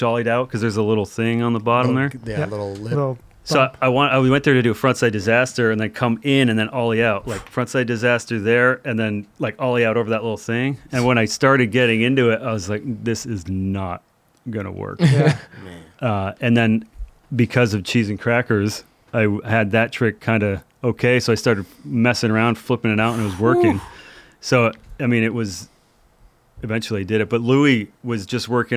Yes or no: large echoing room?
no